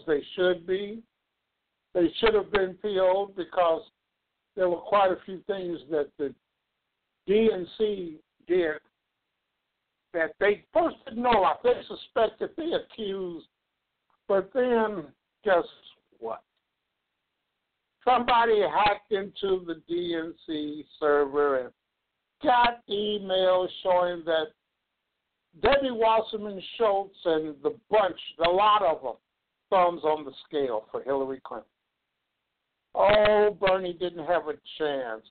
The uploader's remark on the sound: LIVE and call-in broadcast which reviews, analyzes and discusses the major political events and consequences in America.